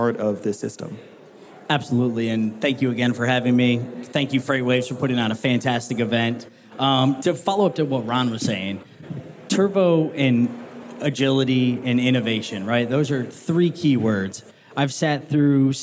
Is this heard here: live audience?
yes